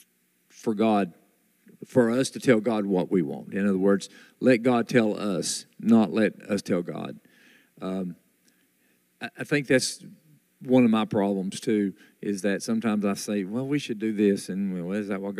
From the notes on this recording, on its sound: This recording was taken from a Sunday morning Gathering on October 2, 2022.